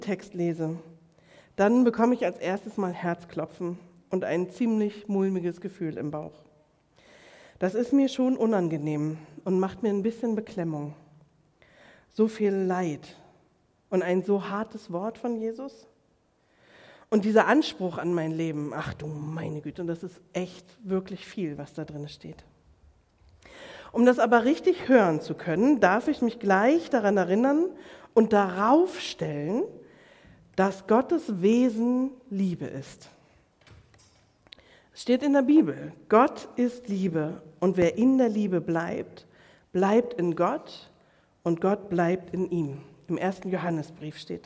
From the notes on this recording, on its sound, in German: Predigt im Rahmen des GreifBar+ Gottesdienstes